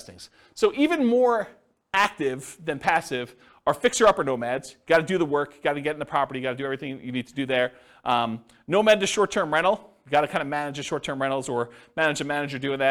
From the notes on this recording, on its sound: This was a live class recorded